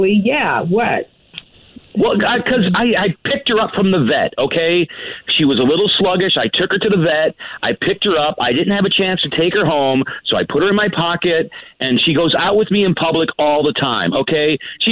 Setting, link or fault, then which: link, phone line